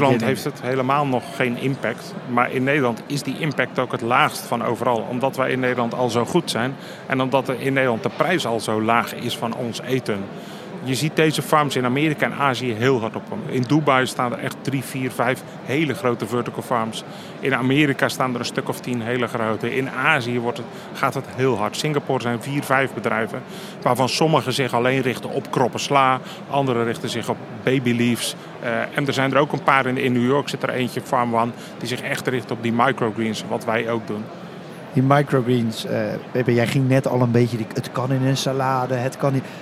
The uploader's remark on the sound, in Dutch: Vandaag live vanaf de Horecava